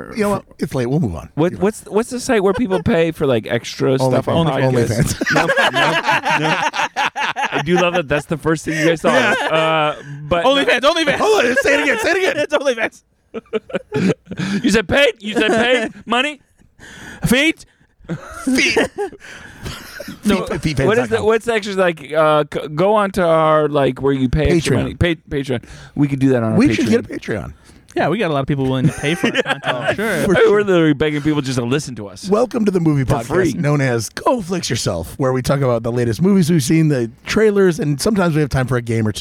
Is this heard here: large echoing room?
no